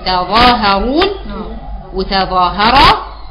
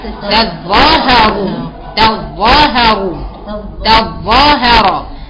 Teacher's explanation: قرأ الكوفيون بتخفيف الظاء في كلمة تظاهرون · Shown in: first take